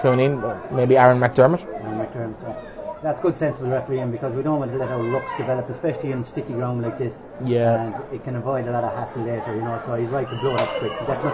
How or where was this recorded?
busy venue